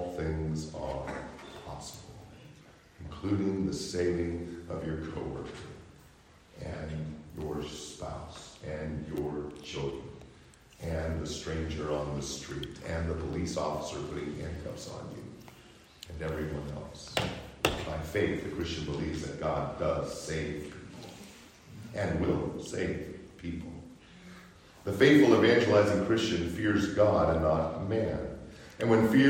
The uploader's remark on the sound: Preached during Sunday School at Calvary Baptist Church -Owosso, MI